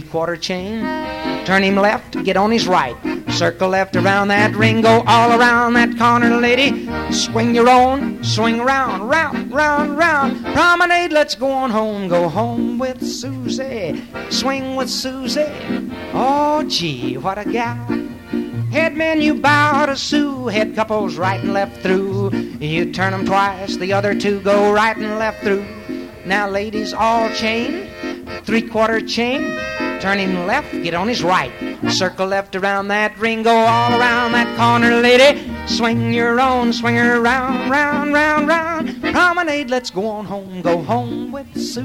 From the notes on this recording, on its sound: Vintage MWSD Live Dance Recording.